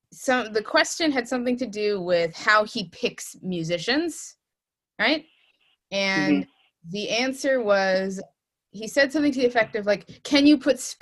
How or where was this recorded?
video call